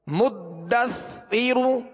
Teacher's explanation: دال حروف قلقلہ میں سے مشدد ہے لہذا خوب جمعوں کے ساتھ اور سا کو نرمی کے ساتھ پڑھیں گے